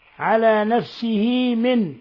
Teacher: صلة صغرى لا تمد أكثر من حركتين